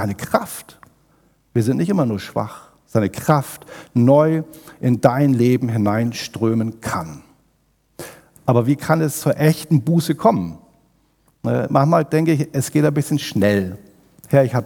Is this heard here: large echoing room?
yes